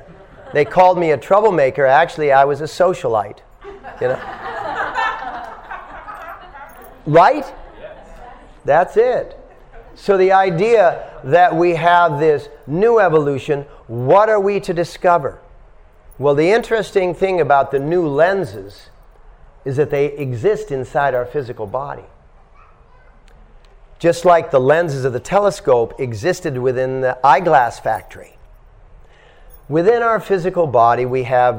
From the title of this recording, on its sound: At The Dharma Temple – Vancouver | Lecture 1